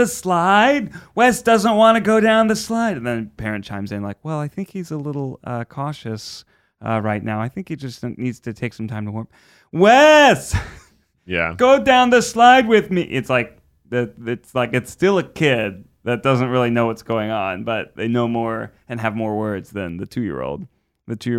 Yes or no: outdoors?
no